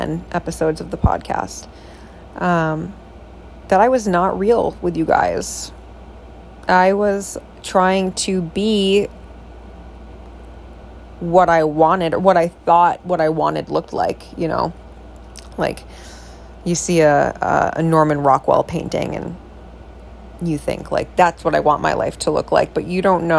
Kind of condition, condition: fault, sounds in the background